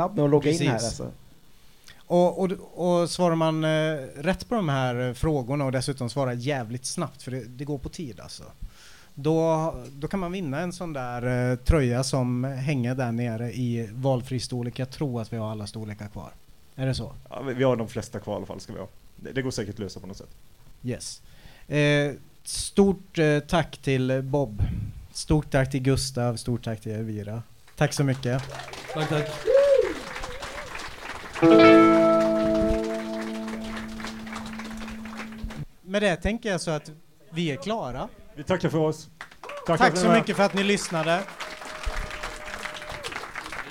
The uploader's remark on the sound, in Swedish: Live på Skylten